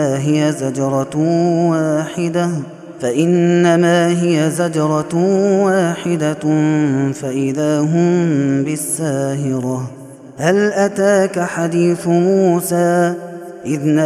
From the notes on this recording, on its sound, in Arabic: هذا التسجيل من صلاة التراويح.